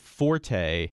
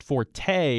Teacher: And it's spelled F-O-R-T-E. We pronounced it forte with the stress on the first syllable. · Shown in: first take · Often, of course, I hear it pronounced forte when people are talking about somebody's strength, somebody's strong point.